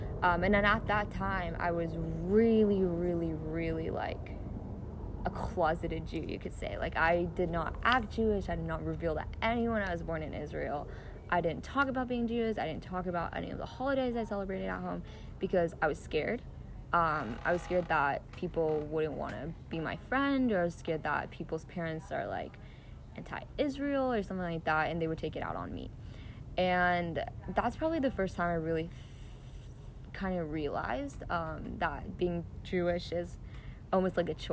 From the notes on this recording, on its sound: From her own backyard in an in-depth (and socially distanced) conversation. Yes, there is some background noise!